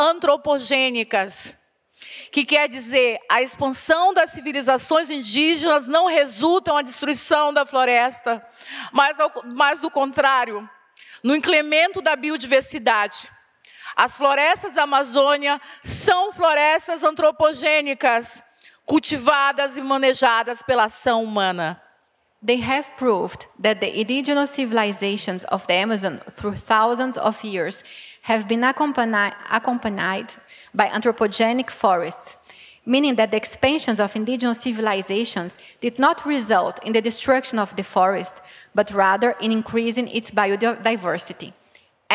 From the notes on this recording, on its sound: This audio file is an excerpt from ChangeNOW 2022, The World's largest event for the planet, held May 19-21.